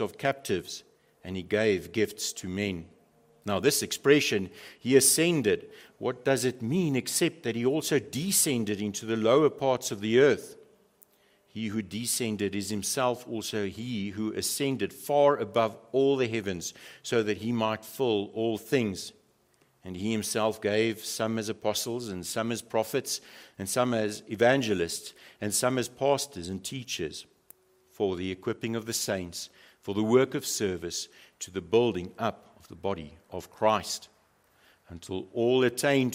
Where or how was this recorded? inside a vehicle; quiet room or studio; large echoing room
large echoing room